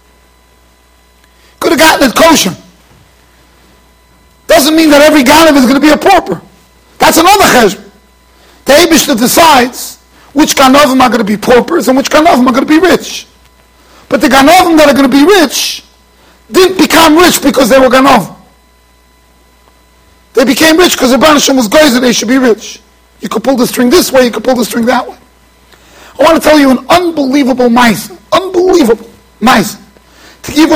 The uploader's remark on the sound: Shiur recorded in Yeshivas Ohr Reuven, Monsey NY.